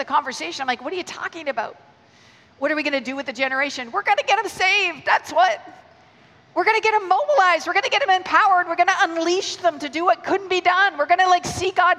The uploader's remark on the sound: Keynote 1 from the Message Conference 2017 recorded at Victoria Warehouse on 17 November.